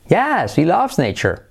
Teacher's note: cuando ponemos el yes, podemos saltar la H. La H es letra semiclave por dos motivos.